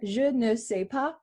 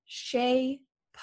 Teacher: Link all of that together, je ne sais pas, becomes sais pas. · Shown in: second take